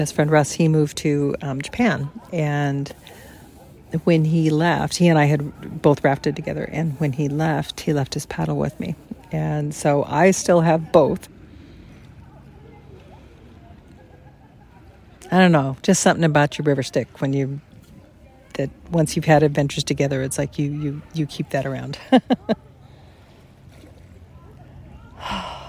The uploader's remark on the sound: Rather than the usual sound editing to minimize background noise, I left it all in.